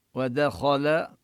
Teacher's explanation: ودخل الواو والدال مرققان والخاء مفخمة واللام مرققة